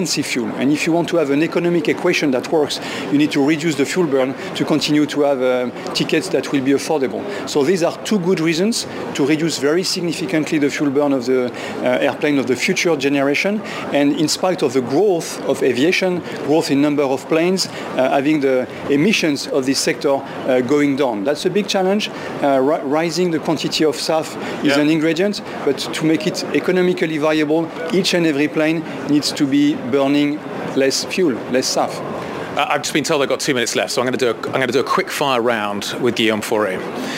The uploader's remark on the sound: live from the Paris Airshow